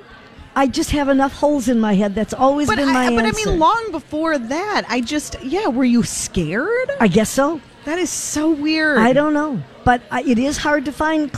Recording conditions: busy venue